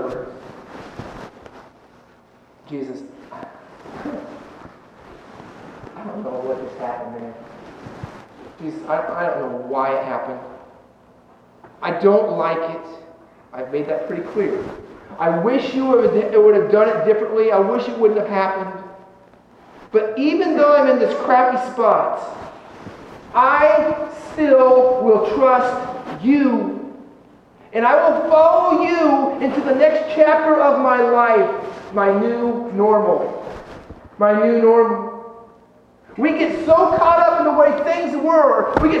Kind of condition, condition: setting, large echoing room